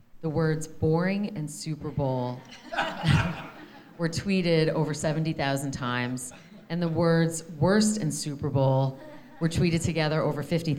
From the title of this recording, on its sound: Speaking On A Panel At Knotch